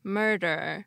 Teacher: For example, many British English speakers and Southern American English speakers and African American English speakers don't pronounce the R sound unless it comes before a vowel. That means there's no R sound when those speakers say murder. The first R is followed by a consonant, and the second one comes at the end of the word.